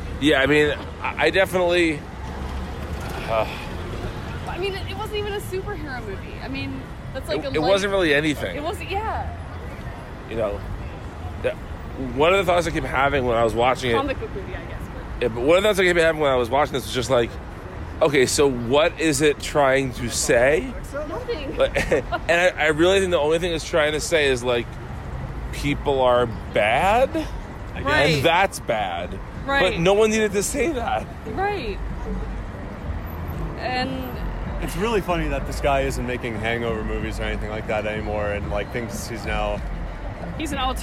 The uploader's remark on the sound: Recorded on the streets of Gotham New York City.